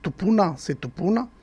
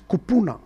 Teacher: dans le langage noble, ils gardent le T · Shown in: first take